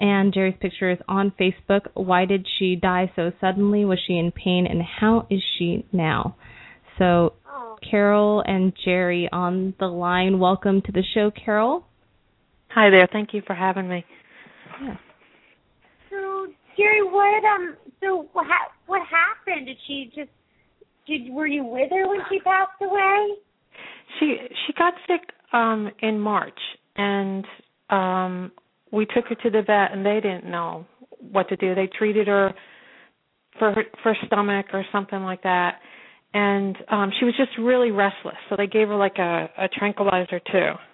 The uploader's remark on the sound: open up the lines for listeners to call